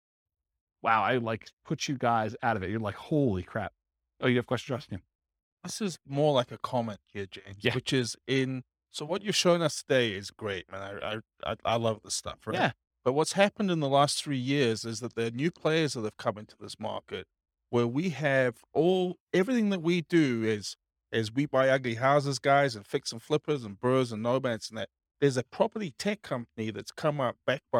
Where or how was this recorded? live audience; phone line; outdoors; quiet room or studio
live audience